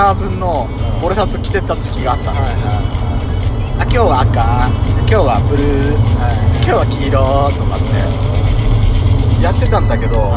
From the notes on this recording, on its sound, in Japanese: ドスドライブ収録。ロードノイズゴメンね。